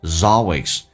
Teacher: 那个 L 要发出来，舌尖抵住你的上齿龈，叫做 O，所以先发 A 再发 O，英式发音发 O，美式发音发澳大利亚的 O 这个中文字的这个音，叫做 always。记住 A 稍微饱满一点，变成 always 一个连音。